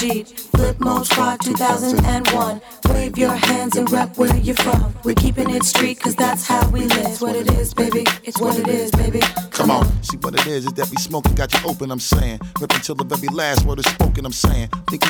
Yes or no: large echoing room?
no